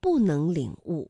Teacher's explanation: 因为能是2声，所以不在这里读4声